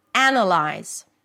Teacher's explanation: So the first syllable is actually the as in cat, and then you have a schwa, ana. Unlike the first word, ana, schwa, and then the as in cat, here, they switch places, ana. · IPA: ˈænəlaɪz